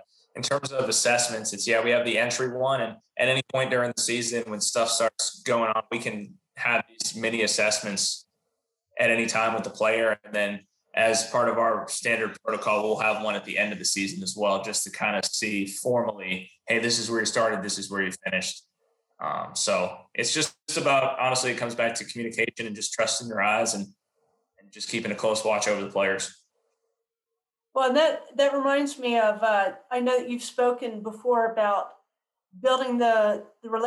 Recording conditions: video call